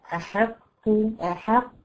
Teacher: حرف الحاء حرف طبعا مرقق وما هوش مفخم بالمرة